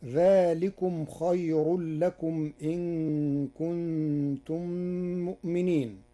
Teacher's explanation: قرأ ورش كلمة خير بترقيق الراء وصلا ووقفا لوقوع الراء بعد ياء ساكنة